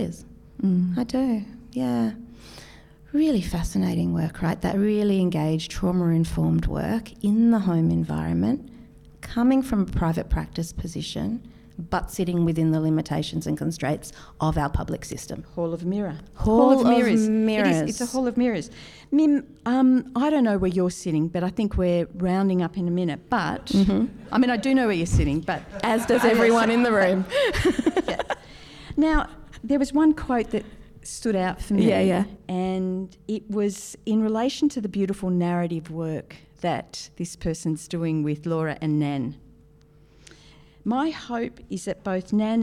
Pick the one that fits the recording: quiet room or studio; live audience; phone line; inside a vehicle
live audience